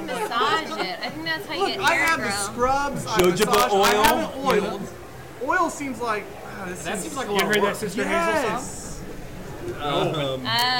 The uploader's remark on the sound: We went down to Beatrice to hang out at Stone Hollow. The audio's not great (apologies if you're wearing headphones).